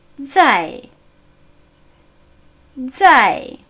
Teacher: Also der vierte fallende Ton